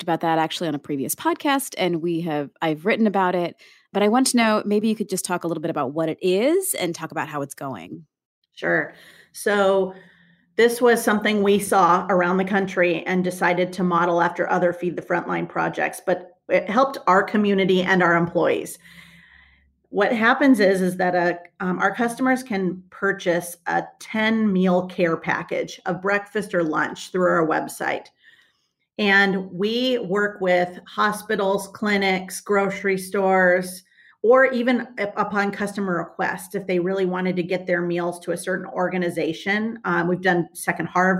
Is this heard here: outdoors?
no